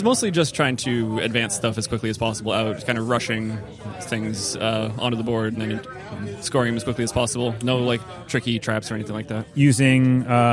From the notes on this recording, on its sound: Interviews from Startup Tournament #2. Brought the mics to their second Startup Tournament they organized in Derry, New Hampshire at Midgard Hobbies and Games.